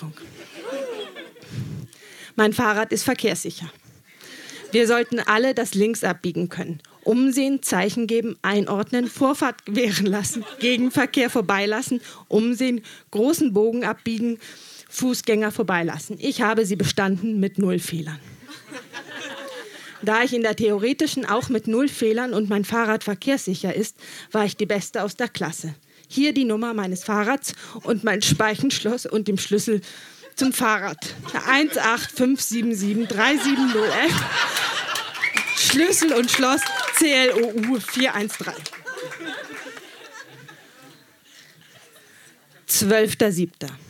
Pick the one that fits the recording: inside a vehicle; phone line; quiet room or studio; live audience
live audience